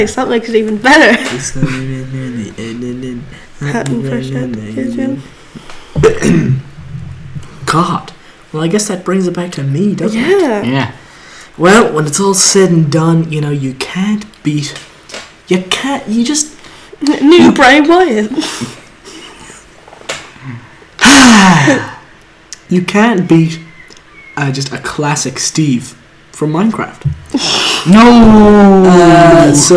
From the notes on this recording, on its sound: Just enjoy the blown out audio.